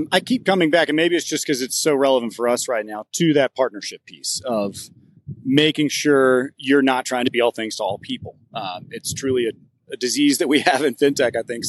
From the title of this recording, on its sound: Live from AFT Conference